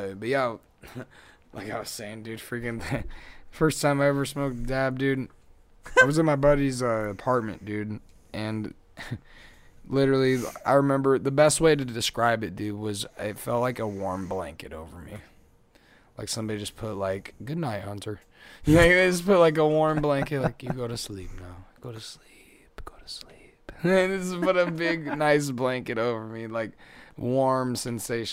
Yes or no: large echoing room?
no